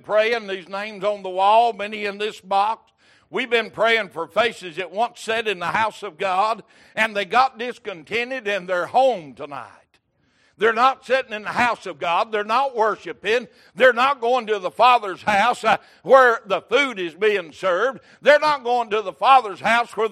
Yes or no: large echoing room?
yes